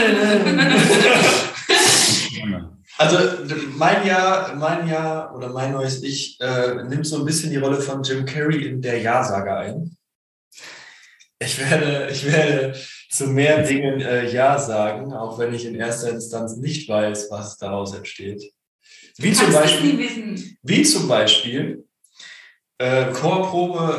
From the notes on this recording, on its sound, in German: Für uns war es die erste Live-Aufnahme, daher gab es einige Punkte beim abmischen die fehlerbehaftet sind